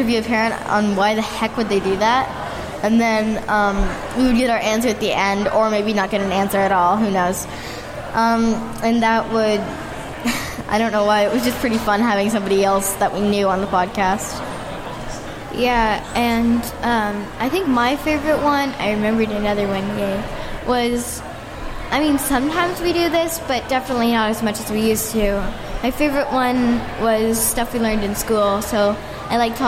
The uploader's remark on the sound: We take the stage and record live at Indy PopCon 2018. You’ll notice we were a bit scared (and fast talking) at first.